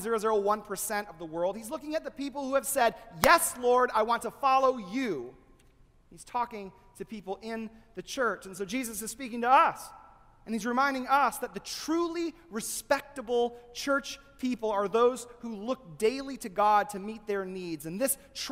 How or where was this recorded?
large echoing room